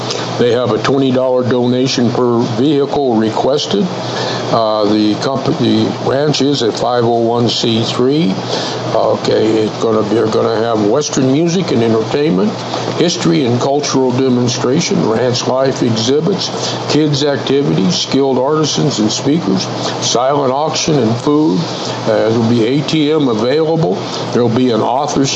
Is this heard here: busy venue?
yes